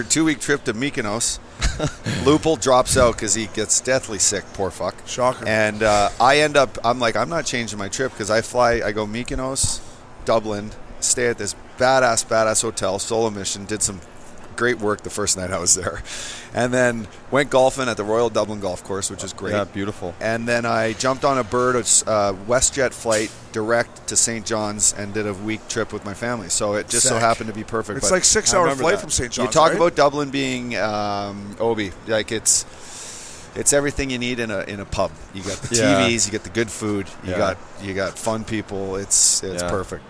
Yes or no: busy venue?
yes